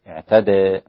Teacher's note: أمالها الإمام حمزة والكسائي وخلف